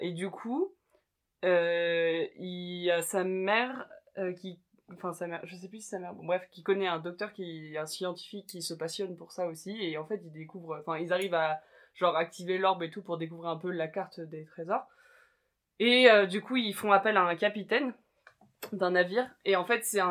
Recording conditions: poor sound quality